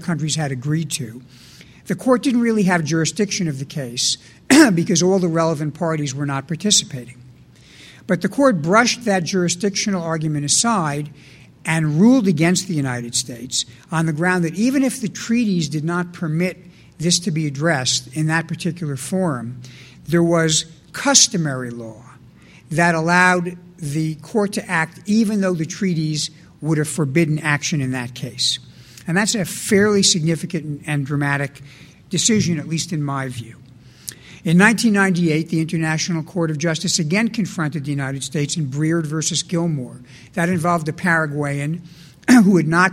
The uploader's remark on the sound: delivered an address at the 2006 Annual National Lawyers Convention